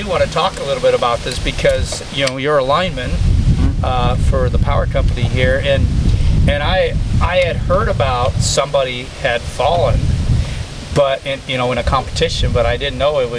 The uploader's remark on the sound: We filmed this outside, the wind was blowing a bit, so there is a high probability of some background noise